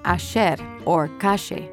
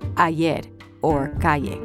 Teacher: They pronounce their double L's and Y's with a sh sound · Shown in: first take · as in ayer or calle, instead of ayer or calle.